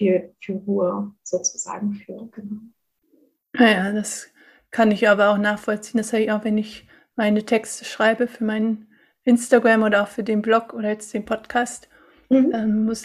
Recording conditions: video call